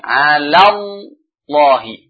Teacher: Lam yang pertama tarqiq. Lam yang kedua tafkhim.